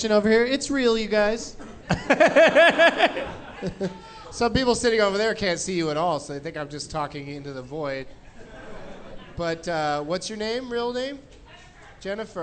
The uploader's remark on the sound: Live from the Tacoma Comedy Club in Tacoma.